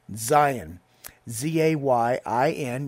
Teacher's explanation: Zayin is, once again, a two-syllable word. So we put the emphasis on the first syllable to get us to sound out the Z sound.